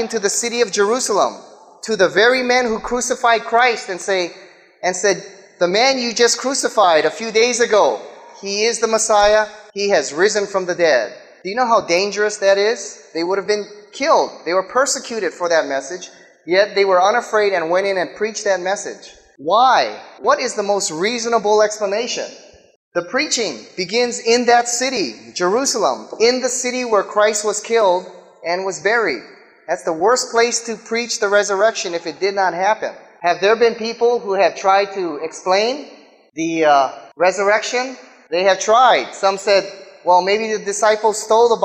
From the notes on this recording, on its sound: speaks in front of a live audience